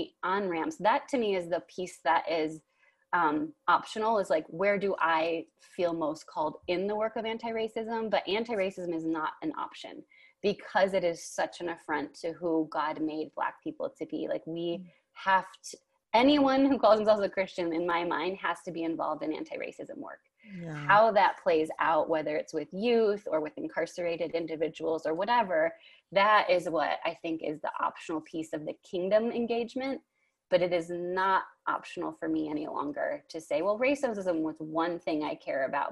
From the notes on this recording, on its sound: You'll hear us breathing deeply a lot in this episode. We recorded this episode on Zoom, so the audio might be spotty in some instances.